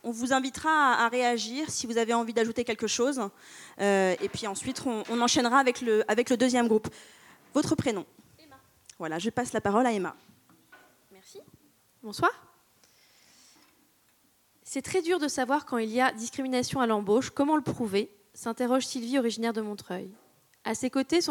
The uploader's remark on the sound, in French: C’est une conférence de rédaction interactive, en relation avec le public de la soirée. Salle Topor.